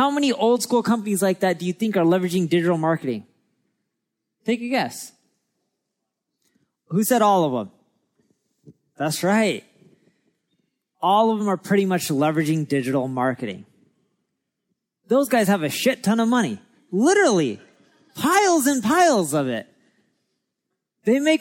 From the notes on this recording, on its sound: recorded at our Marketing School Live event in LA